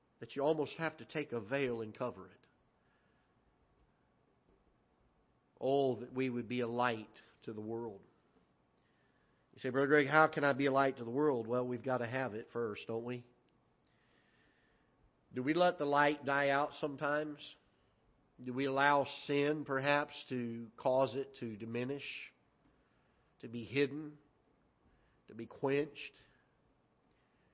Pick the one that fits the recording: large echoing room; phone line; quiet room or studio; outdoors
large echoing room